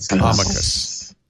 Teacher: the C is hard, but the emphasis is on the first syllable. Amicus.